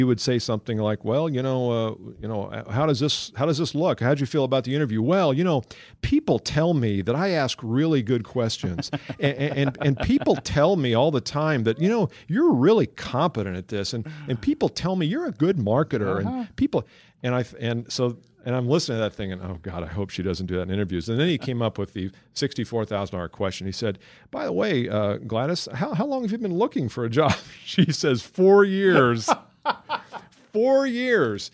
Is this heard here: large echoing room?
no